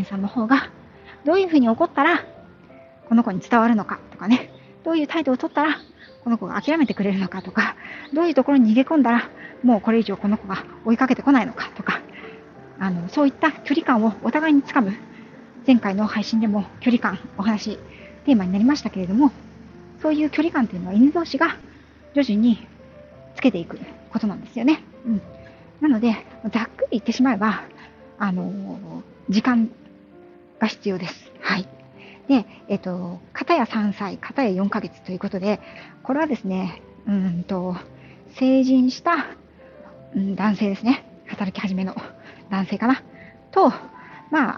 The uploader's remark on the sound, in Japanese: 歩きながらの収録のため、雑音多めですみません